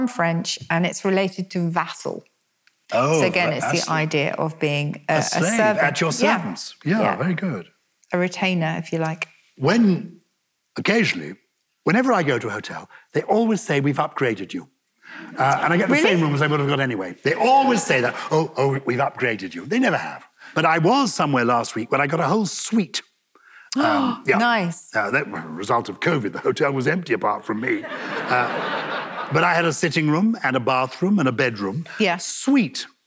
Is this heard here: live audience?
yes